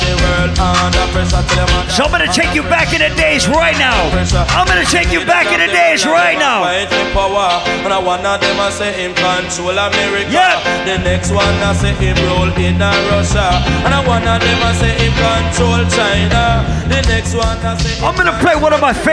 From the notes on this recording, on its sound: Recording of my segment at Island Saturdays on July 22nd.